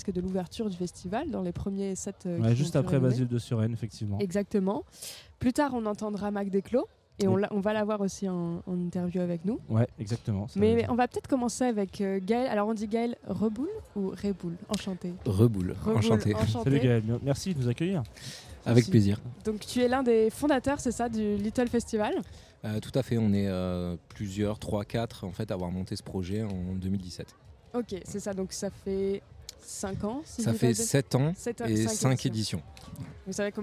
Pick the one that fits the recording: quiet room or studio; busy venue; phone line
busy venue